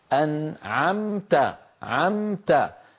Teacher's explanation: لذلك النون مظهرة، أنعمت، عمت، الميم من الشفتين وساكنة وبعدها تاء والتاء من طرف اللسان